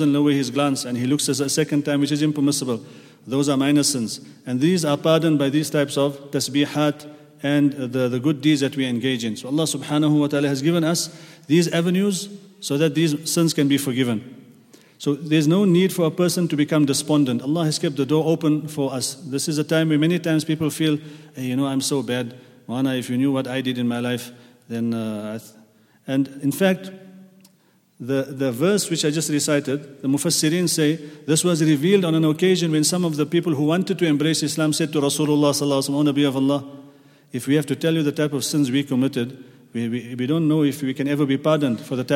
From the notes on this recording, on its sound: at the Houghton Masjid (West Street)